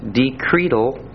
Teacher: that's pronounced with long E's in it